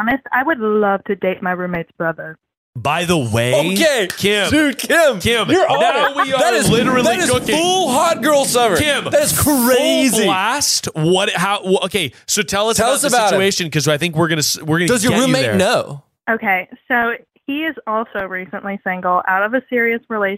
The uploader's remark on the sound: We take calls